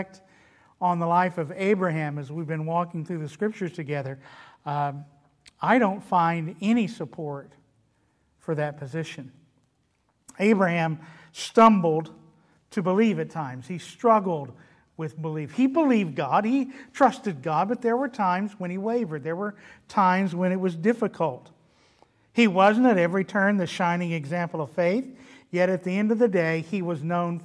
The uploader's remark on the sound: delivered at Trinity Baptist Church on Wednesday evening, June 2, 2021.